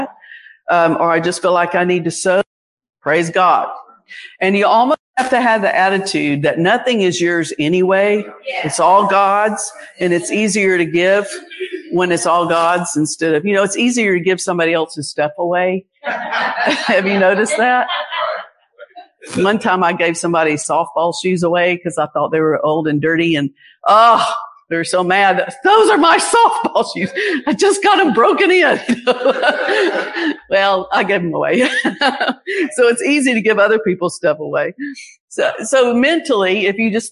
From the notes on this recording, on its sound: Recorded live at the 2023 Gulf Coast Convention.